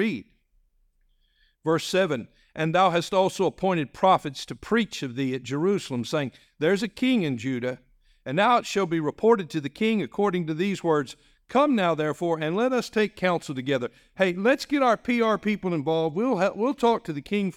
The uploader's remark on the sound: This message was delivered on November 19, 2023, during our evening service.